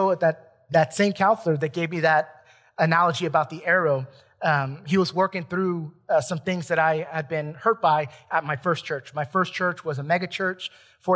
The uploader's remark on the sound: Recorded from South Gate Fellowship in Duncanville, TX on Sunday, June 27, 2021.